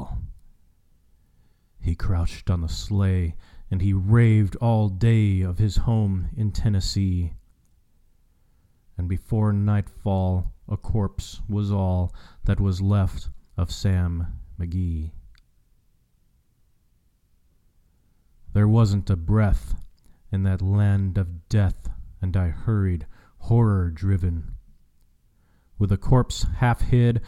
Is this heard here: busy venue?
no